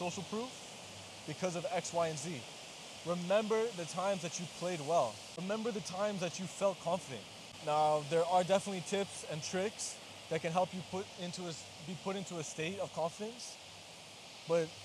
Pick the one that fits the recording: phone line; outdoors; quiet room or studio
outdoors